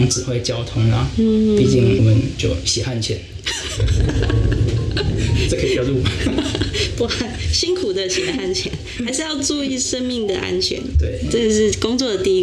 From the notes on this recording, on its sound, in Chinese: 本集錄製時遇到午後雷陣雨。背景不時有打雷聲。